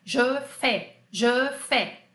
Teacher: o AI ou AIS é aquele é que não é muito aberto com sorriso, tá? Anota aí, é com sorriso, é, é, je fais, je fais.